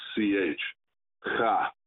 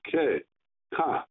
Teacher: With a dagesh, it is a guttural like ch, cha. Without the dagesh, it has the sound of k, ka. The letter pe has the p and f sounds, pe and fe, which is the dagesh sound with and which is the soft sound.